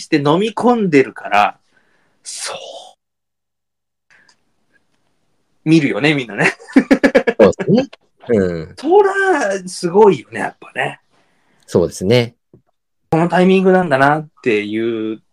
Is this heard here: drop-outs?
yes